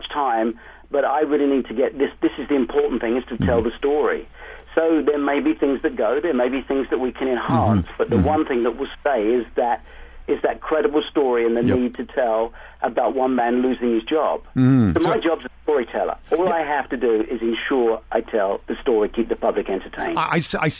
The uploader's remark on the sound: called in from England